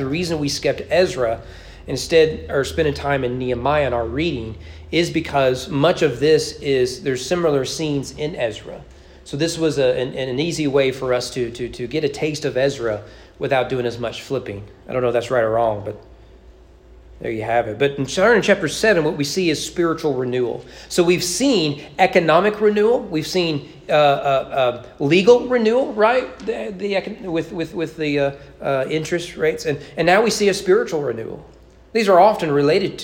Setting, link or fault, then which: setting, large echoing room